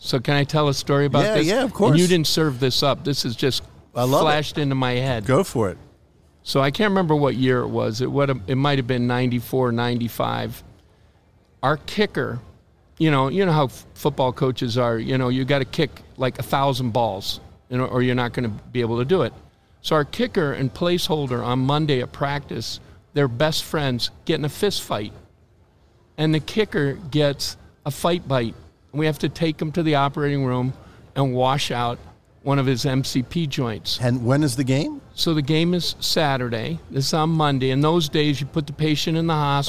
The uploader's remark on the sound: recorded live at Ortho Summit in September 2023